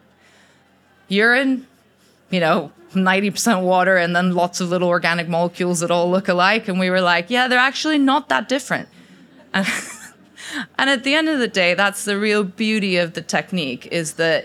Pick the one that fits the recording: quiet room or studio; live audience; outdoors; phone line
live audience